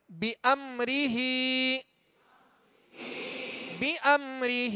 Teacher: اظہار شفوی، غنہ نہیں کریں گے